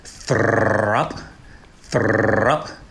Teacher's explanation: You got to get that that bilabial fricative going.